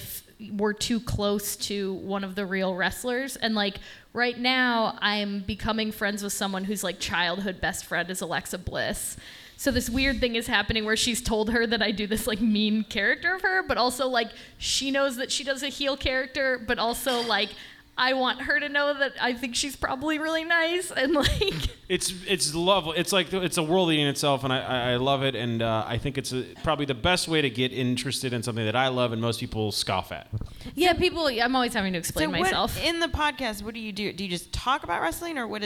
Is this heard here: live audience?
yes